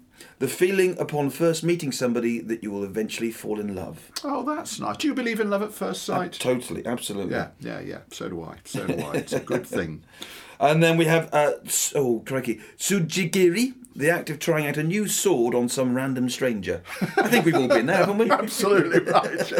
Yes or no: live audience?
no